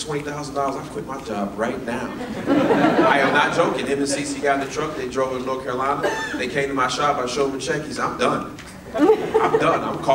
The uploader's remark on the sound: Real Estate RoundUp LIVE Keynote 2019.